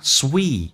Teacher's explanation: sweet 长元音，嘴角咧到极限